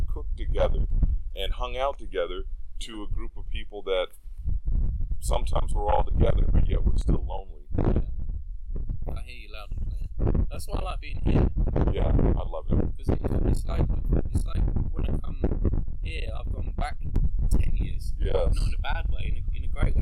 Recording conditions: wind noise